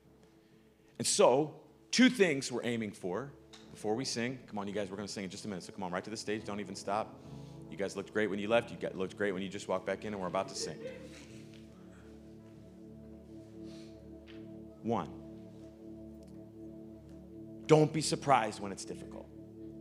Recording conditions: large echoing room